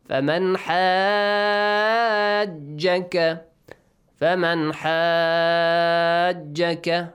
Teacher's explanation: Yeah. Next, after mad letter, you have a letter with tashdeed. Here you have to prolong the mad. It's wajib, mandatory. Six counts. · Term: mad lazim